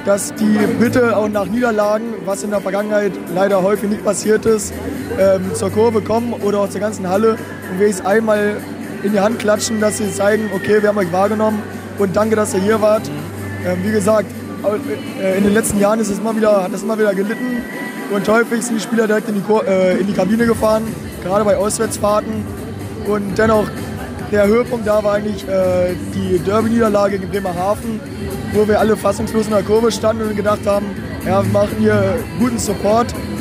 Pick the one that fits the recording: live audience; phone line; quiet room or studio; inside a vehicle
inside a vehicle